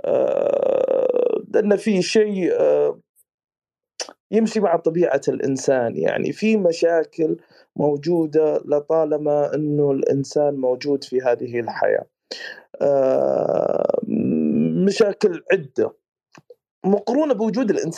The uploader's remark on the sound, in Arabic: تسجيل لمساحة ابن رشد الأسبوعية على منصة تويتر